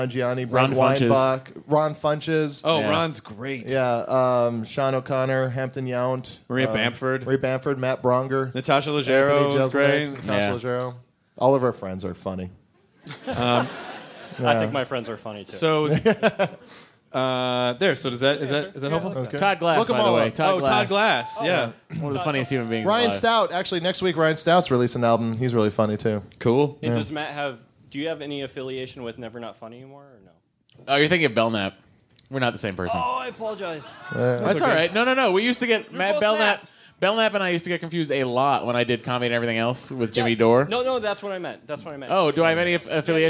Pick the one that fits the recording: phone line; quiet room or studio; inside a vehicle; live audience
live audience